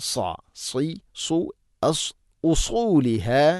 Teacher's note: സ്വാദുച്ചിരിക്കുമ്പോൾ നാവിൻ്റെ മധ്യം അണ്ണാക്കിലേക്ക് ഉയർന്നു നിൽക്കണം